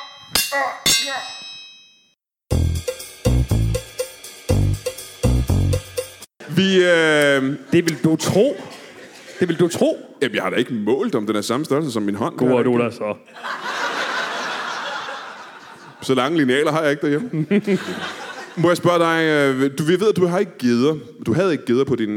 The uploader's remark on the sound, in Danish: LIVE fra Skive.